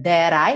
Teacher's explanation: esse that I virou rarara, that I, uma redução muito comum no inglês americano.